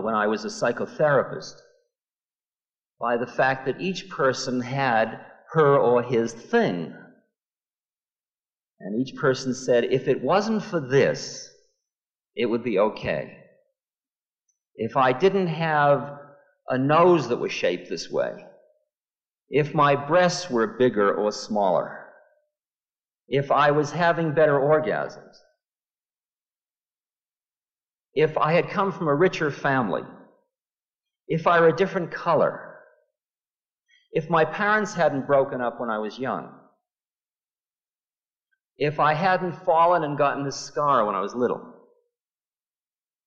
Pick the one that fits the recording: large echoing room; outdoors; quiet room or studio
large echoing room